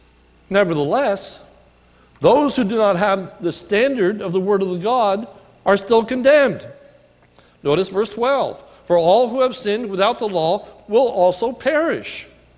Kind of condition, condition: setting, large echoing room